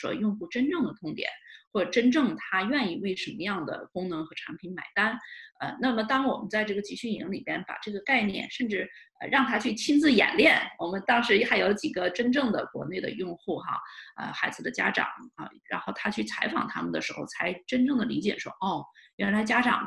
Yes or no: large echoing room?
no